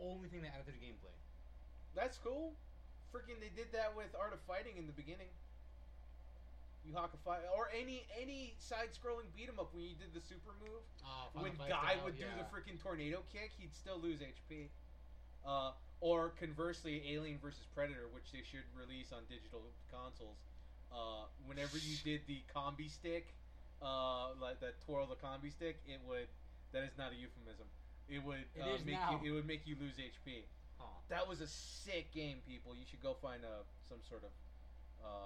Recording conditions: uneven or low level